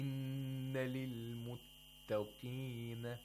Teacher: We have two letters, ta and qaf. Yes, the tafkhim of the qaf should not affect the tarqiq of ta